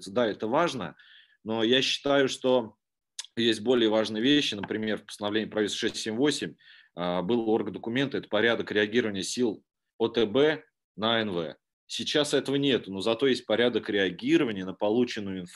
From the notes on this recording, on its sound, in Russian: Круглый стол в онлайн-формате